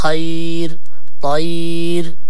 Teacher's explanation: الراء إذا كان قبله يا ساكنة وقبل الياء الساكنة سواء مفتوح ولا مكسور لابد أن يرقق الراء